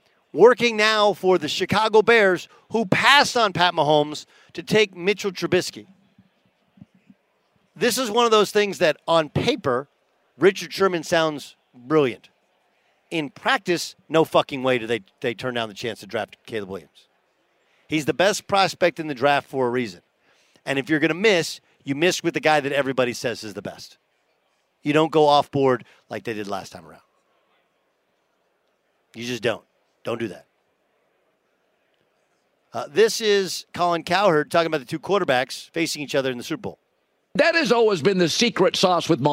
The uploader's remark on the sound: Live at Radio Row at Mandalay Bay in Las Vegas to kick off Super Week.